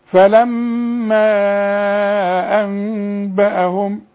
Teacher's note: فلما الميم لازم تغن في المصحف كله اللي عليها الشدة